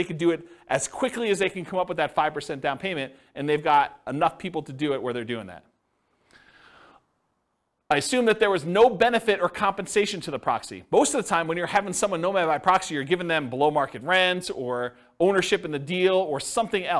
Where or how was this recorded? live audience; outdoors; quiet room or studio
live audience